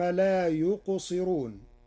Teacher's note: قرأ ورش كلمة لا يقصرون بترقيق الراء لكسر قبلها